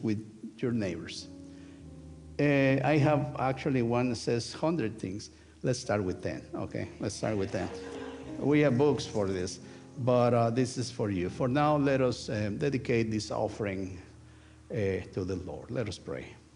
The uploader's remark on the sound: Sunday worship service of First United Methodist Church of Pacoima, recorded live on July 30, 2023. We are located at 12550 Van Nuys Blvd.